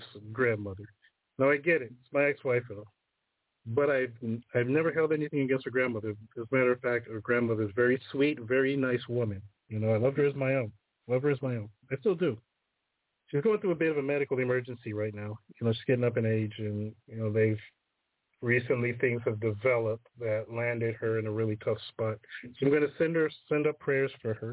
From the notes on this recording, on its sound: The phone lines are open all show today. Call in with comments and stories.